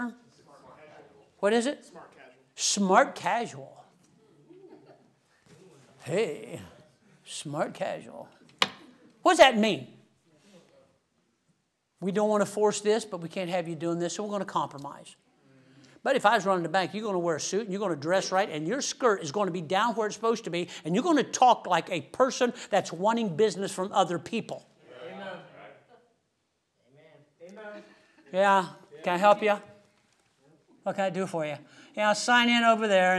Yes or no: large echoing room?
yes